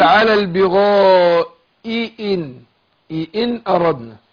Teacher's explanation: أحقق الهمزتين مكسورتين ورا بعض